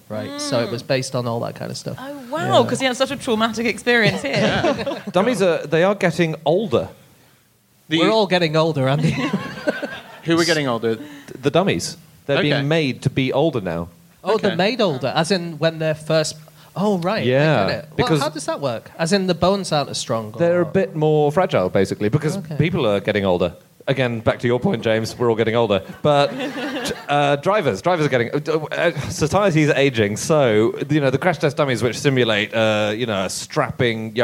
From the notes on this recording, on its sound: Live from Philadelphia